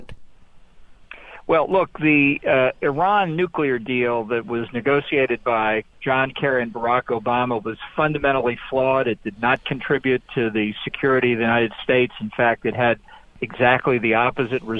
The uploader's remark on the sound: Calls.